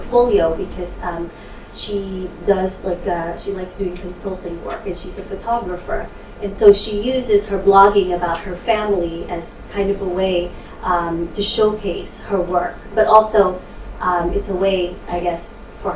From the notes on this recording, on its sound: speaks at the SRHE Digital University Network event